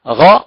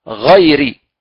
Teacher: إذا نعيد الحرف إلى أصله غا ونقرأه هكذا حرف مفخم مفتوح من أدنى الحلق · Term: الغين